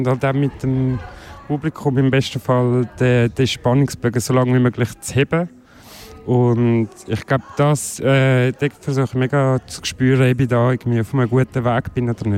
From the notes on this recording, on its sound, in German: Live aus dem Royal